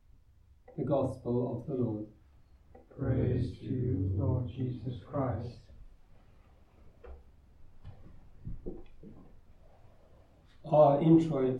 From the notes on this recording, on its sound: Recorded live at Southgate House on 1 April 2023.